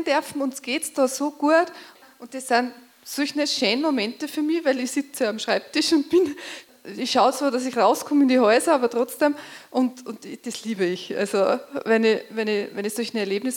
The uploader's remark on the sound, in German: Für Fragen & Statements vom Publikum und den Antworten der Podiumsgäste. In dieser Sendung sind Ausschnitte vom Podiumsgespräch sowie ein Interview. Bei der Kundgebung zu hören.